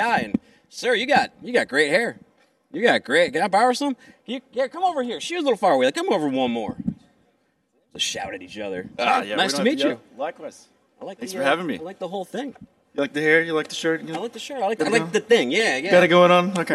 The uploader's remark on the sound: Is coming to you live from day at FreightWaves Future of Supply Chain in Cleveland, OH.